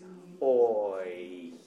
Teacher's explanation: the vowel, if you say it very slowly, is oi. Is that right? It changes as it goes, just at the end. Don't let it change early, is what I'm saying.